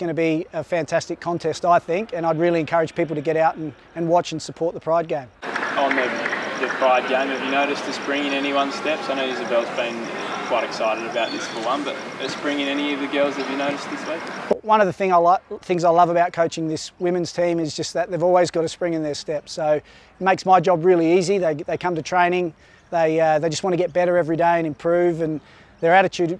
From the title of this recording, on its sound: Pre-Match Press Conference